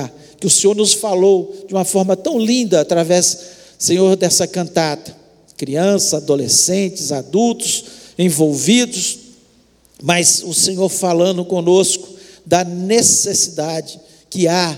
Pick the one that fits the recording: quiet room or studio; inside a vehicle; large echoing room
large echoing room